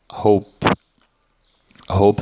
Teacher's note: não tem som, sai só ar, mas não sai vibração na garganta · Term: unvoiced